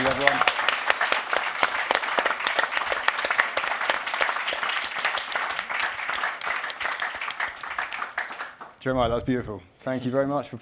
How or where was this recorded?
live audience